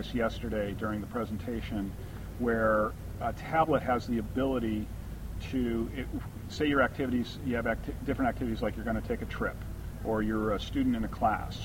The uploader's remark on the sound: All week we are airing the interviews that were recorded at the Linux Fest Northwest. At a picnic table outdoors.